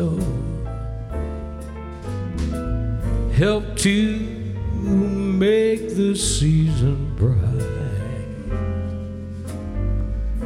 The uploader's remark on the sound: Christmas Show. Live at the SouthPoint Casino.